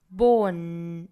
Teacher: when you were born to stand out 那 born 这个词呢我们来看它其实中间是一个长音 o 然后再去拼凑前面的这个辅音变成了 bo 然后再去加后面的鼻音那到这个步骤呢很多同学就会把它读错了那我们要注意是 on 发到尾部的时候舌尖是在上齿龈的位置再用鼻腔去发声